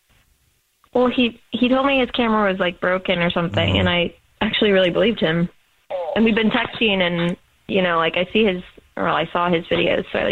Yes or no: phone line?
yes